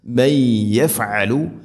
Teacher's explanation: സാക്കിന നൂന് ശേഷം യാ വരുമ്പോൾ ശരിക്കും ഇവിടെ ഇദ്ഗാം ബിഗുന്നയാണ്